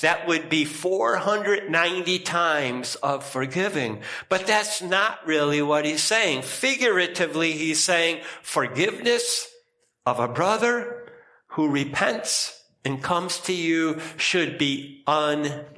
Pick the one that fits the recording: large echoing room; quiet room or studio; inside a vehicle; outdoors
large echoing room